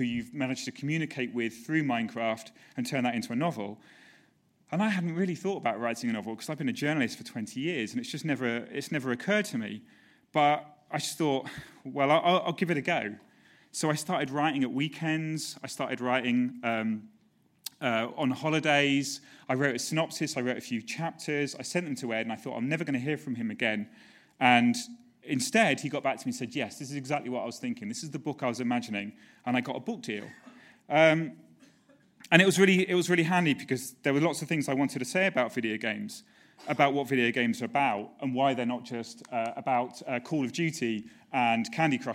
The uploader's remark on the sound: Recorded at the 5x15 Bristol event on September 11 2016.